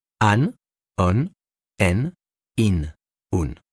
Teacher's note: Le N s'entend toujours en espagnol, car il n'y a pas de son nasal. Il en est de même avec M.